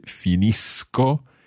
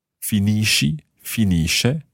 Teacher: So far we've had the hard sound, finisco. Then the soft sounds for the tu and the lei or lui form.